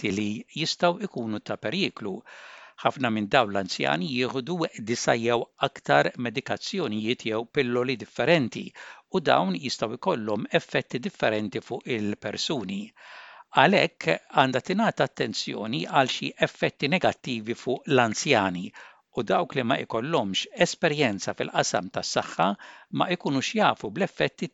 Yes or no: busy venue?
no